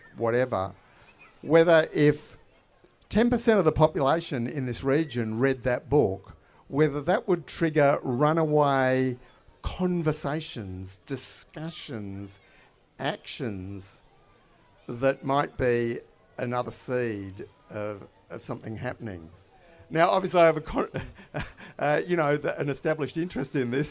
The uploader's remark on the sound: This episode is the final live headline conversation from Renew Fest in May. In this live conversation.